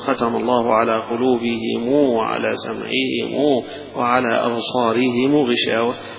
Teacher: ومعنى الصلة إنه حيحول الميم المضمومة هنا أو الميم الساكنة حيحولها إلى إشباع للواو